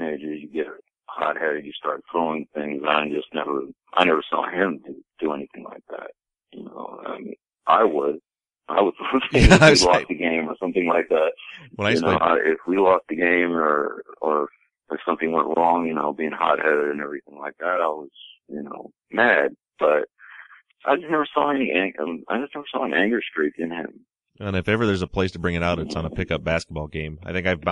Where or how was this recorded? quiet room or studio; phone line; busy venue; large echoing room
phone line